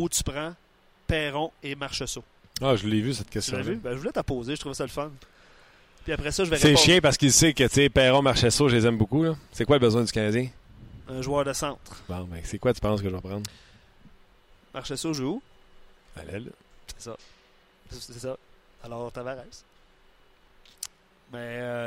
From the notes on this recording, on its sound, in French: En direct de l'entraînement du CH à Brossard. Au bout du fil.